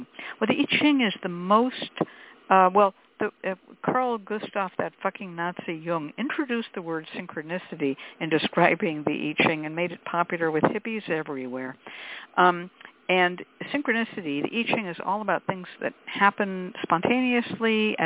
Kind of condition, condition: link, phone line